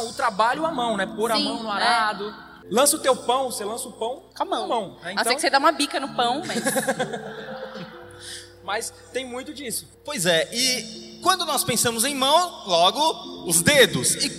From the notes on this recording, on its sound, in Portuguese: Nosso primeiro cast gravado ao vivo na Convenção Nacional do Jovem Promessista.